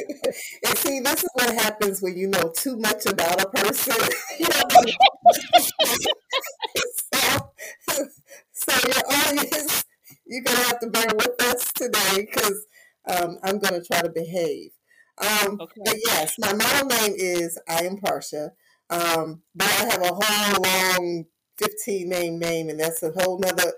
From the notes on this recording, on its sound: Please note: There were some distortions with sound in this episode. Some of the sound challenges presented.